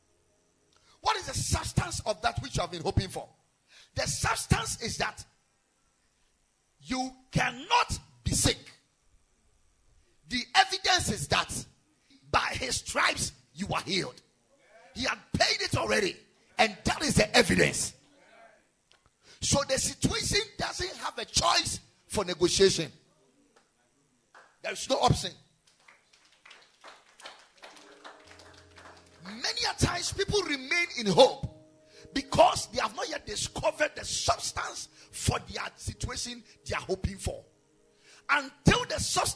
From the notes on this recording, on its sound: Preached at Ekklesia Chapel